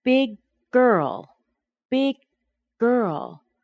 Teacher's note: The two G's are held together to make one long, strong G sound.